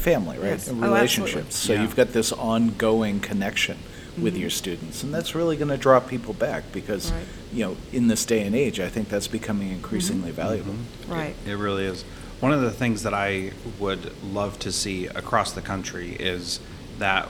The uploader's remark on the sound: This interview is from a recent conference.